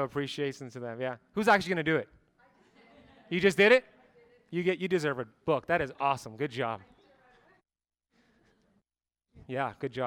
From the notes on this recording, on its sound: BioHacking Congress Lecture. Live from Las Vegas, Nevada at the BioHacking Congress.